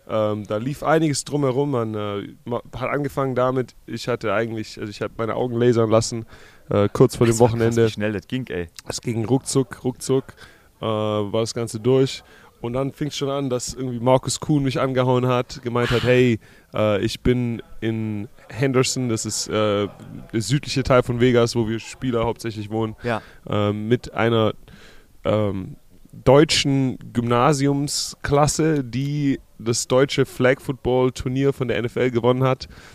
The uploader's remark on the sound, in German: Die Super Bowl week ist in vollem Gange. Live vor Ort in Phoenix Arizona.